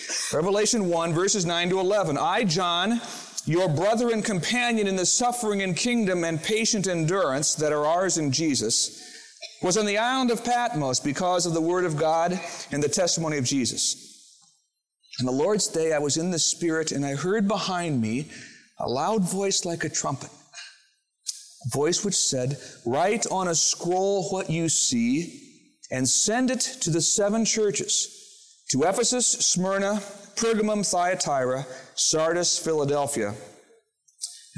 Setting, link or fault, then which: setting, large echoing room